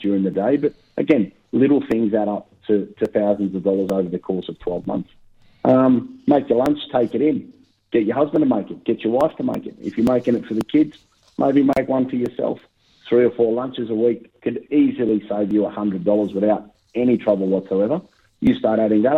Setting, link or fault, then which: link, phone line